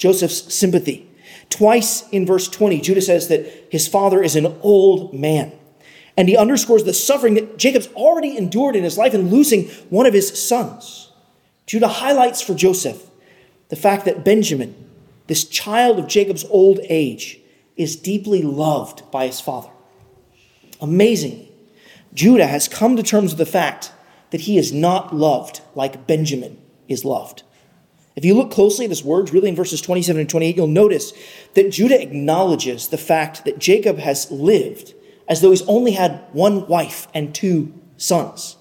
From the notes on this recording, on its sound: at Arlington Baptist Church in Arlington, Virginia